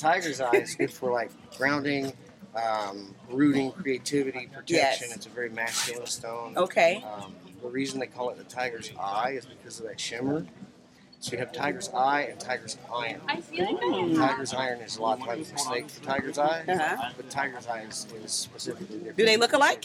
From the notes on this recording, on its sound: It wouldn't be authentic Venice Beach if you wasn't caught off guard by an interesting person or two. Live at Venice Beach.